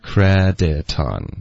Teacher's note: credit 的这个 t 的音连到 on